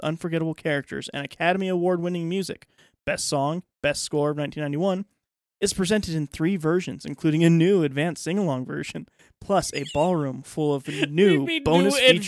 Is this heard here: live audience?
no